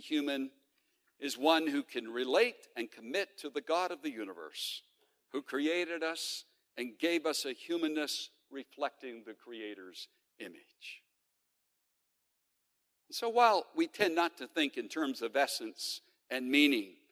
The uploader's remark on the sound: The following podcast was originally recorded at The Center for Bioethics & Human Dignity 25th annual conference, Bioethics & Being Human . In this opening session of the conference.